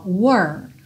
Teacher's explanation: Então, vamos isolar aqui W-O-R. E esse R, você vai pensar nele com a língua enrolada